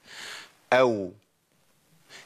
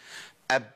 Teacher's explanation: الواو بتخرج بانفراج بين الشفتين، أو لكن الباء بتخرج بانطباق الشفتين · Shown in: second take